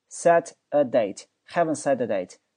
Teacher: 另外，请注意这个 set a 连读叫 set a date